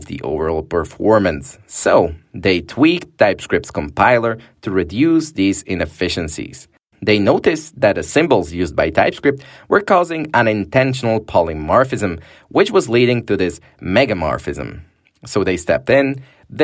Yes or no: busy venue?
no